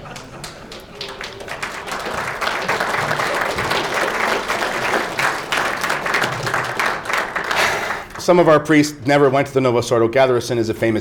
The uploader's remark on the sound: Talk at Canadian Martyrs Men's Conference 2024